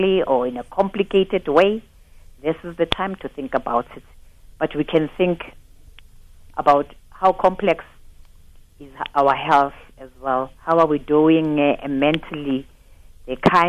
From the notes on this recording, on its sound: Guest (Phone)